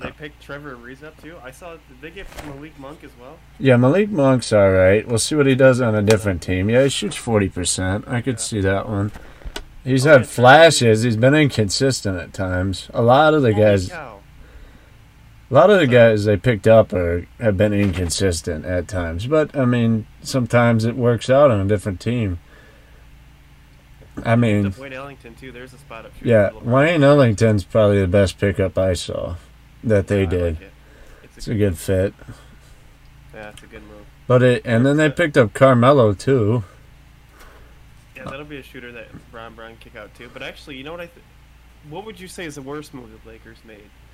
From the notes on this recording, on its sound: The audio levels are slightly off I do apologize.